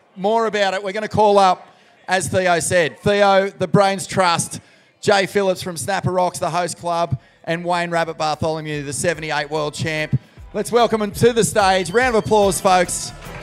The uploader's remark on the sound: Live from the Usher Cup President's Dinner